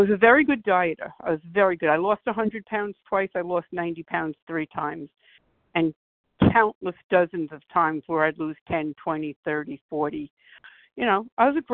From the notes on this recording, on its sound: 100 Pounders Phone Meeting, 4/13/23